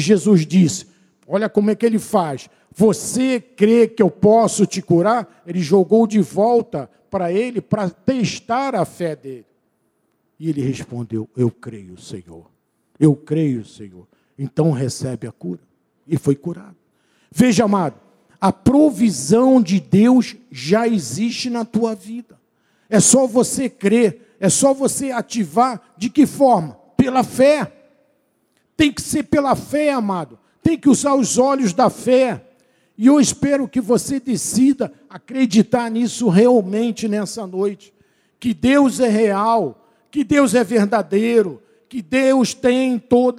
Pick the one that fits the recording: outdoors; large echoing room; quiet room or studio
large echoing room